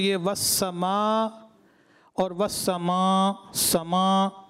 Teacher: وسما سما ناک میں آواز لے کے چلے گئے